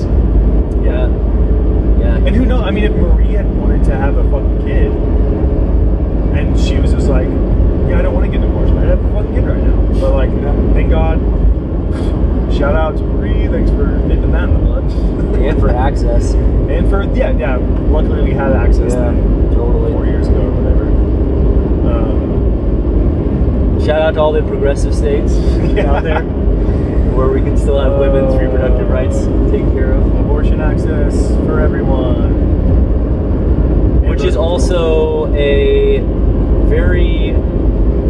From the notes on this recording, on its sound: This episode is unedited, unrehearsed, and unfiltered. Apologies for the road noise.